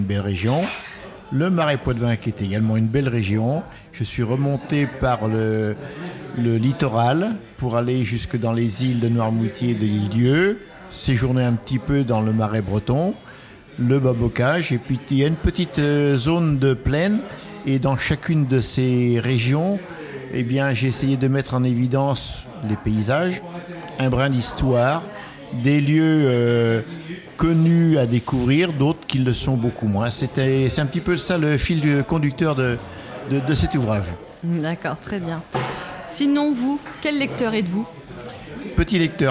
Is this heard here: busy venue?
yes